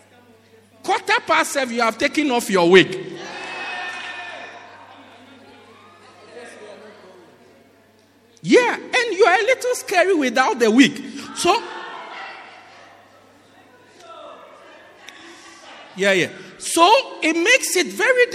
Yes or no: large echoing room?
yes